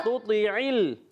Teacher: پہلے تا پر پیش ہے پھر تو، تا باریک رہے گا